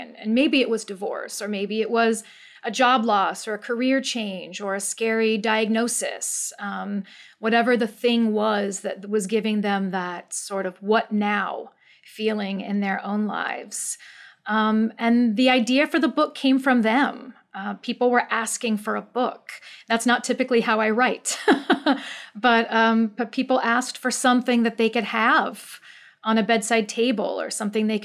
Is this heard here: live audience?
no